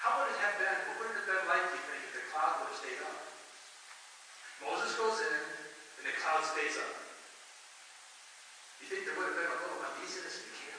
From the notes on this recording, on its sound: Please forgive the quality of the audio as we are experiencing some start up issues on a new sound system.